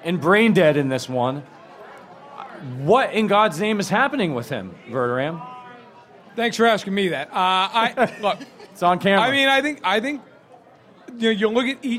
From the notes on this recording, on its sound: LIVE from Kansas City. LIVE from Tanner's on Rainbow Blvd.